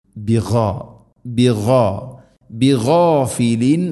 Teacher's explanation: ഗൈൻ തൊണ്ടയുടെ മുഗൾ ഭാഗം